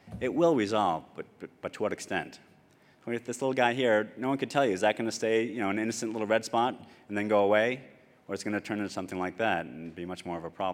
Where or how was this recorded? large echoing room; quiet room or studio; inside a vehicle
large echoing room